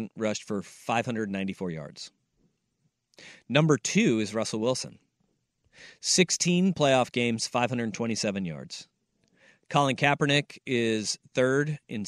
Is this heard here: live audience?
no